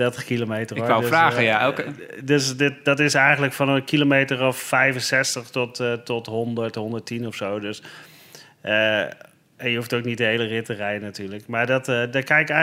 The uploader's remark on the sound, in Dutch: Tijdens de Fiets Race Series op Zwift. De finale van de Fiets Magazine Race Series werd dinsdag 28 januari in Ride Out Amsterdam gehouden. De achtste aflevering van de Fiets Podcast werd opgenomen bij de ontknoping tijdens het live event.